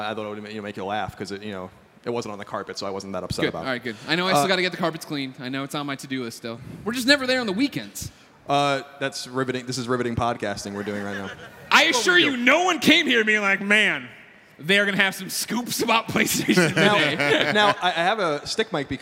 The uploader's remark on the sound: Recorded in front of thousands at PSX 2016.